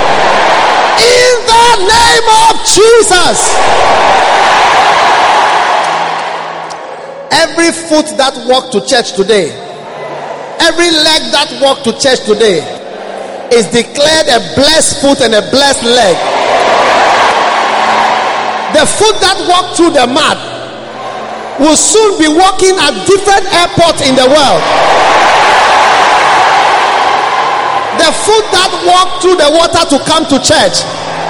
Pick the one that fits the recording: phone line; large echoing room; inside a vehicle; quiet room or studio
large echoing room